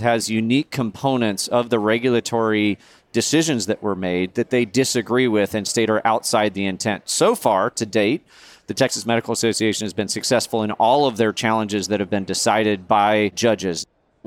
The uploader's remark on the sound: Recorded live at the 2023 Annual Meeting.